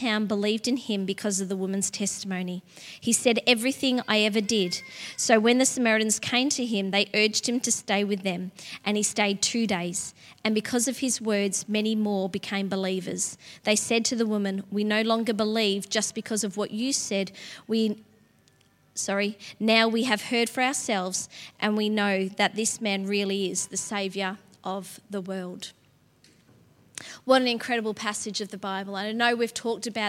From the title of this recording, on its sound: LIVE at Echo Church